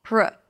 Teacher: So it's a P sound, then you pull it in for an R, pr, and then you relax the tongue for a schwa